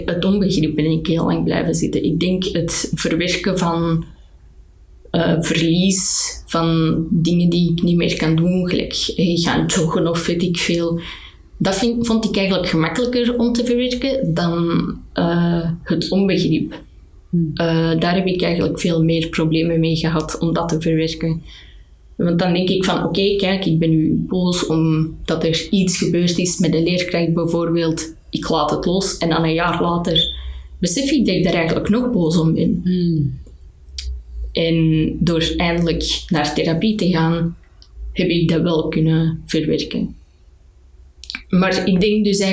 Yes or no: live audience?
no